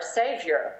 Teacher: And in that sense, it's definitely not standard American pronunciation. We have the bird schwa for those endings.